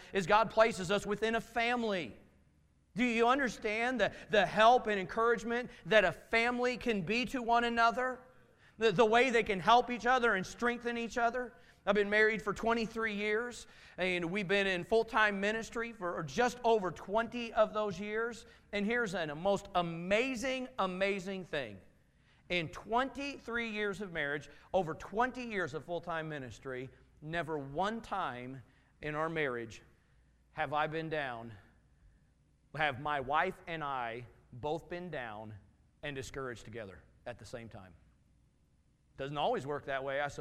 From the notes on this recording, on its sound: Message from Sunday evening service